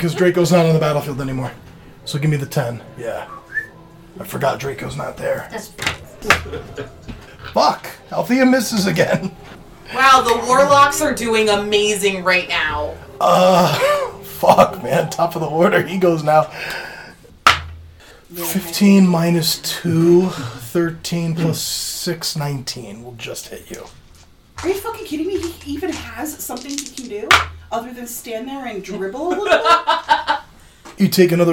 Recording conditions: sounds in the background